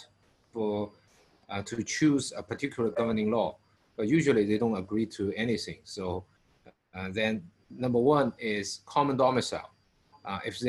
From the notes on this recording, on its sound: Webinar audio recording.